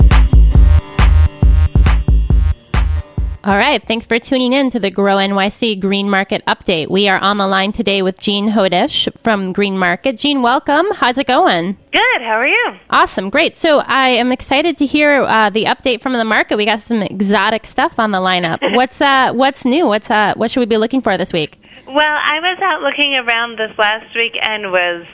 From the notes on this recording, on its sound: joined via the phone lines